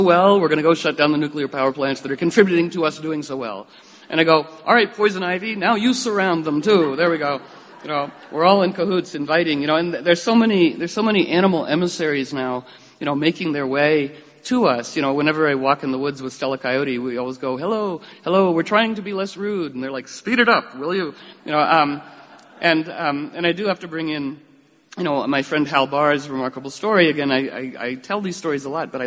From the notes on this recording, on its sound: Live audio captured at Star Hall from that event.